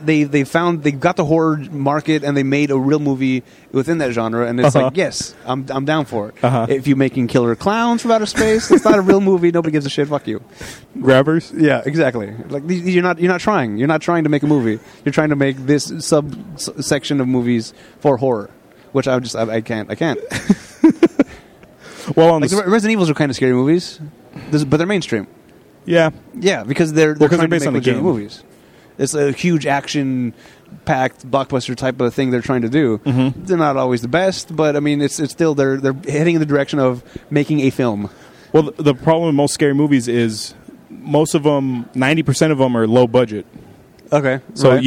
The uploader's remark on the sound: Live from the floor of Comikaze